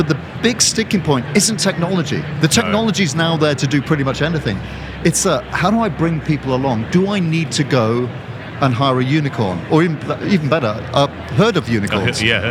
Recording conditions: busy venue